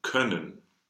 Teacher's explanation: Tongue position of open epsilon E, lip position of open O. · Term: open OE ligature